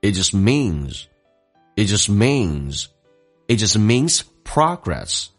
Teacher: It 的 T 去掉， just 的 T 去掉，这叫略音，后面是以辅音开头，降调来发，速度很快。 It just means progress.